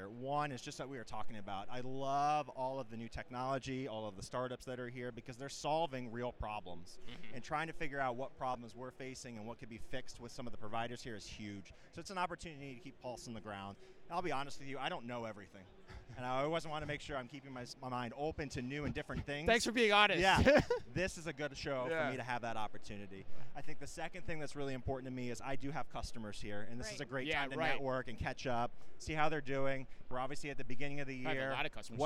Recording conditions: busy venue